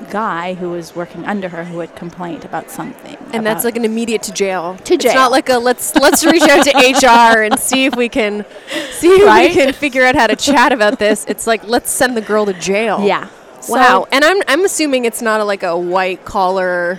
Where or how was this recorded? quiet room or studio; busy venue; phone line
busy venue